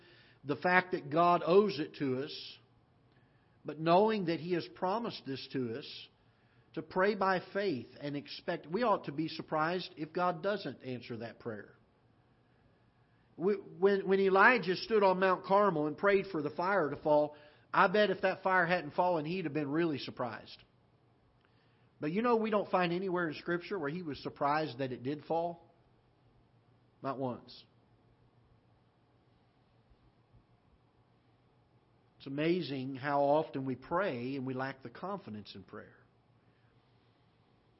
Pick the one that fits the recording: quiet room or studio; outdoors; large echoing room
large echoing room